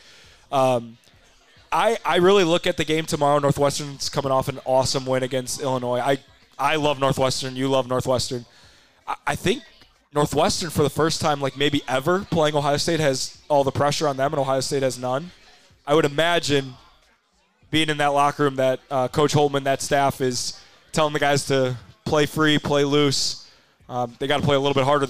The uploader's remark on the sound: recorded a LIVE episode of Drive The Lane at the Butcher's Tap in Wrigleyville